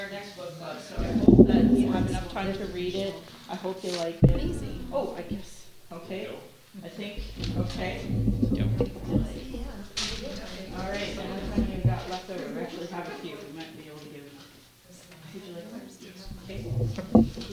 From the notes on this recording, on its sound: We recorded at a local Calgary Indigenous led book club called Chapters & Chat hosted by an organization called 12 Community Safety Initiative.